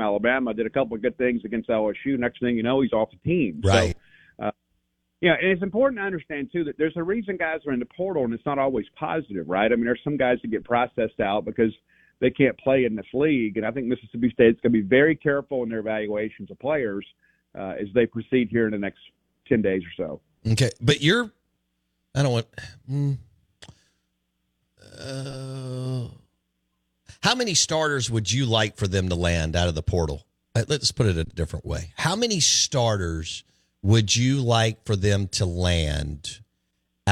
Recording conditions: phone line